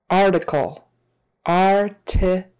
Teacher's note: That final L, you just move your tongue up behind your teeth.